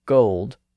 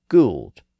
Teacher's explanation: the vowel sound was raised during the great vowel shift from gold to Gould